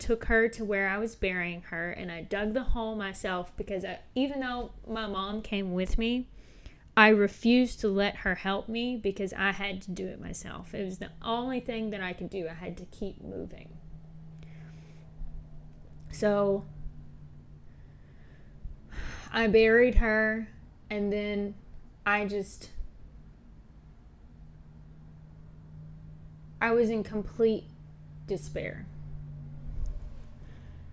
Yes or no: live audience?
no